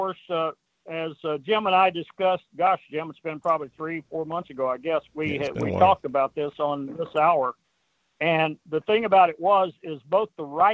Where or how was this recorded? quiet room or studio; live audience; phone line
phone line